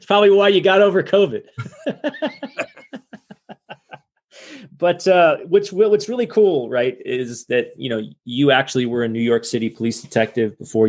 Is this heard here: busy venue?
no